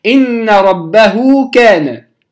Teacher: كذلك على سبيل المثال هاء الصلة، هاء الكناية، إن ربه كان، إن ربه كان به بصيرا، ربه كان به بصيرا، هذا مد نسميه مد الصلة، مد الصلة، إن ربه كان. مددت الهاء مدا طبيعيا أيضا مقداره حركتان لكن في الوصل. طيب لو وقفت على ربه، إن قلت إن ربه وقفت سقط المد فلم يعد مدا طبيعيا، فلذلك نقول أنه مد طبيعي وصلا ويسقط وقفا، أو إما أن يسقط بالكلية كما قلنا في إن ربه وقفنا على الهاء لم يعد هناك مد أصلا.